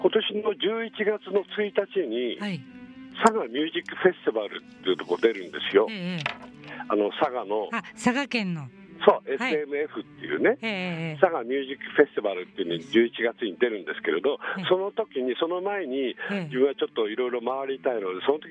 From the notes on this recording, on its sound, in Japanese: 電話インタビュー